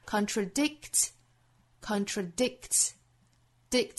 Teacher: 所以前面这个 K 的发音是做失去爆破的单词内部的失去爆破